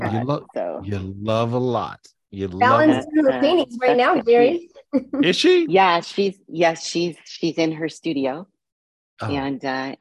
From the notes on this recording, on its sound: This was recorded LIVE on Zoom